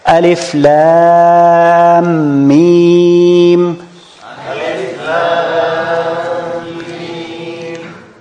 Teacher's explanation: So this is another example of idgham al-mim in one word. Because lam, mim, lam end with mim, and mim start with mim. So we combine both of the two mim.